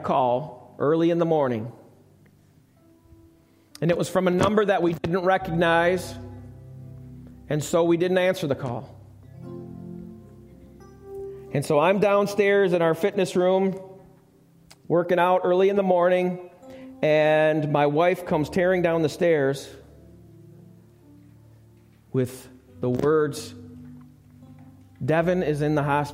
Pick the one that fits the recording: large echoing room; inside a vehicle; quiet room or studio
large echoing room